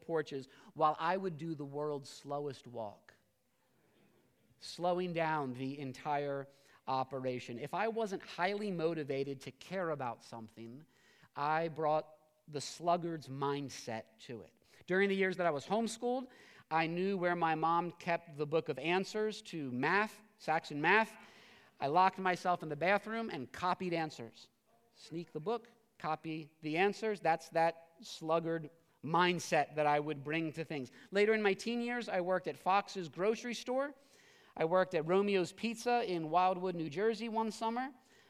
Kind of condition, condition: setting, large echoing room